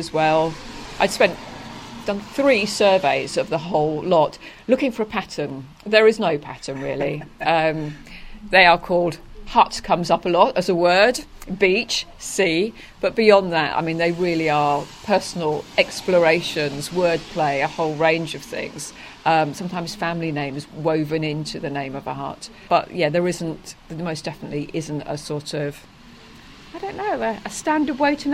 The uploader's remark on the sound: on Frinton Greensward over looking the beach huts